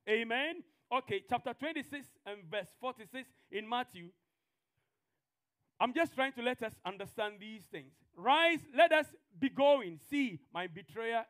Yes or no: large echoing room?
yes